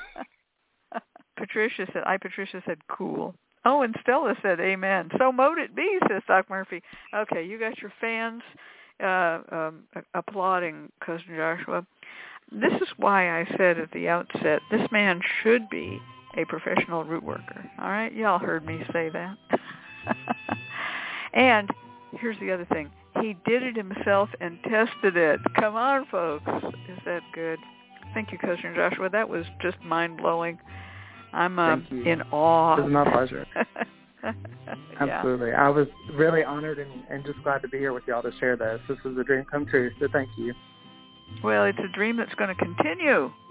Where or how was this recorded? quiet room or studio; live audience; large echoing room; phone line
phone line